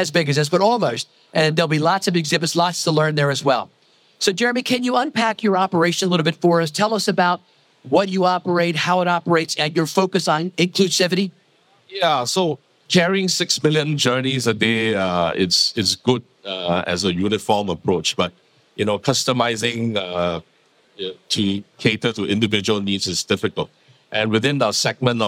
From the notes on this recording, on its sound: This week we bring you our final segment from the UTIP Global Summit held earlier this summer in Barcelona. CEO Roundtable recorded live at the summit.